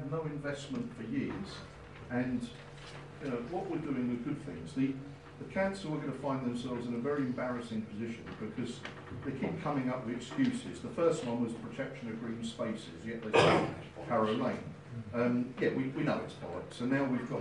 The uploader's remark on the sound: full AUDIO from the HUISC Fan Forum meeting